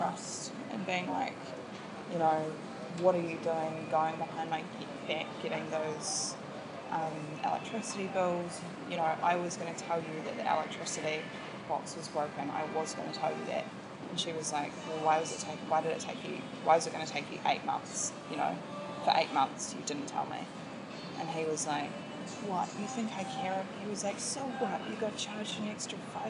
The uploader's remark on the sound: Part 1 of the weekend trip to Chengdu China. Hear the sights and sounds of Chengdu China.